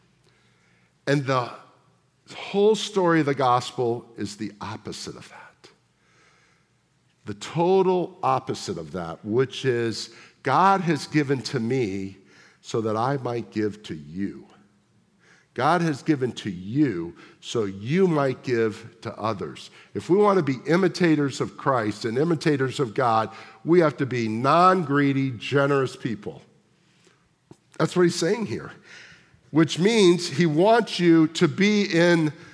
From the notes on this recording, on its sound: at the August 6, 2023 Sunday morning services of Boca Raton Community Church in Boca Raton, Florida